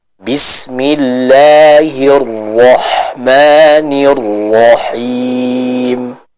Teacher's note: Basmalah ada dua hal yang harus diperhatikan, yaitu huruf ra dan huruf ha. Huruf ra kita baca dengan tebal.